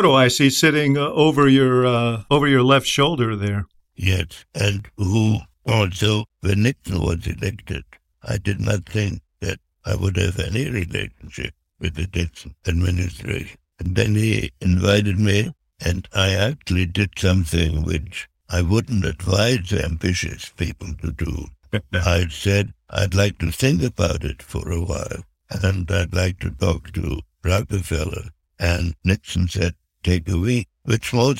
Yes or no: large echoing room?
no